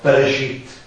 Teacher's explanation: Wenn es untereinander sind, ist es so ein kurzes E, ist es so ein Schwa-Laut. Ein Schwa-Mobile oder Schwa-Quieszenz, also entweder überhaupt unhörbar gesprochen oder nur ganz schwach.